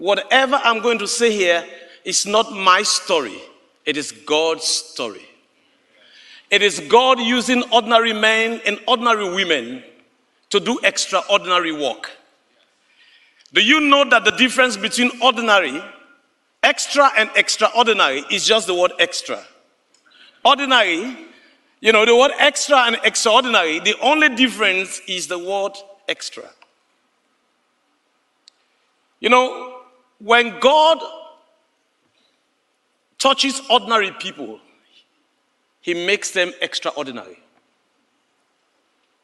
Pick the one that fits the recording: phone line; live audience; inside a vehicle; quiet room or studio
live audience